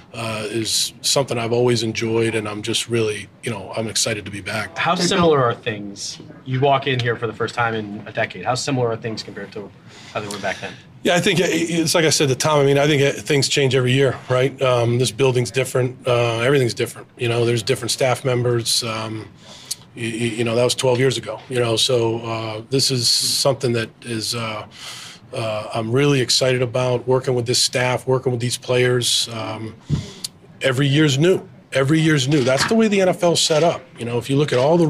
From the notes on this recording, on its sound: press conference at Gillette Stadium on Tuesday, April 18, 2023